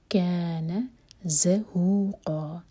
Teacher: باطل، ان الباطل، نون پر غنہ، طا ہیوی. کان زہوقا، ز بزنگ ساؤنڈ کے ساتھ ہا سینے سے. زہوقا، قاف ہیوی.